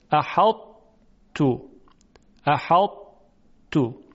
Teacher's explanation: اینجا به طور کلی حرف تا در حرف ته دو نقطه ادغام میشه